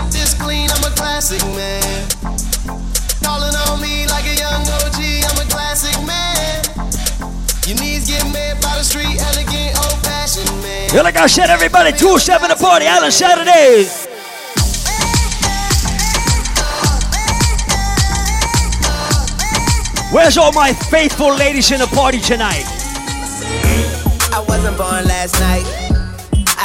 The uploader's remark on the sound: LIVE AT ISLAND SATURDAYS - DEC 12, 2K15